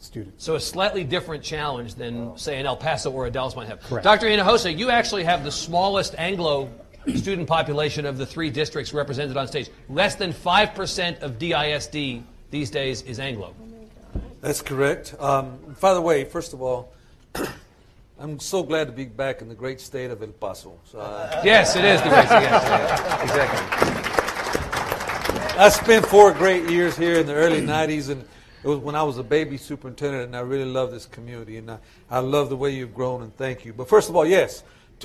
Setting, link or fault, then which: setting, live audience